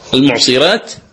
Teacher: المعصرات الراء مرققة عند ورش، لماذا؟ لأنها سبقت بحرف ساكن أو سبقت بكسر، عفوا لأنها سبقت بكسر.